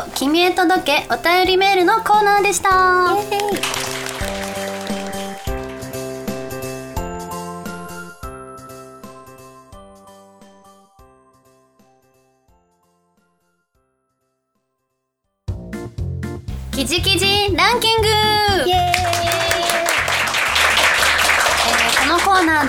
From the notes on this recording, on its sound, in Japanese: 約半年ぶりの公開収録。